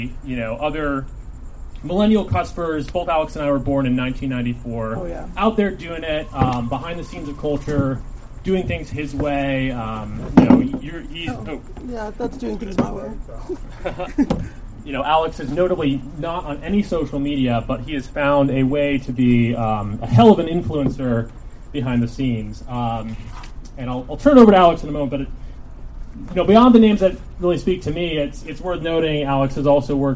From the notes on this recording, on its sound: Recorded at Stories Bookstore in Echo Park